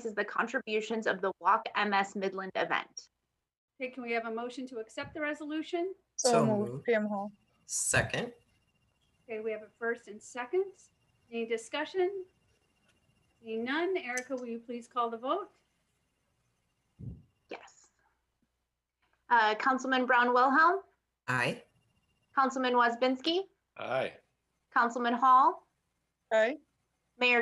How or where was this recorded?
video call